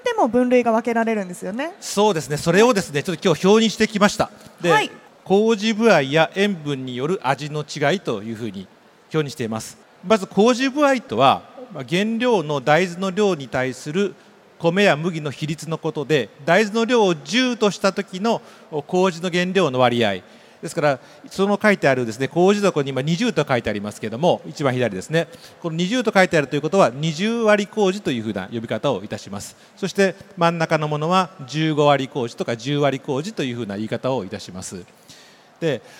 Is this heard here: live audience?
yes